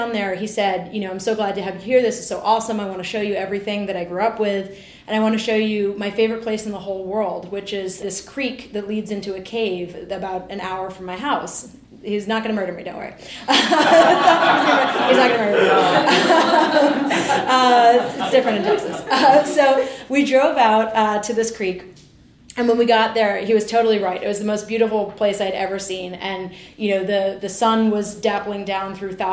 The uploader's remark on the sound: Live at The Story Studio! Share personal stories at our school's latest live show.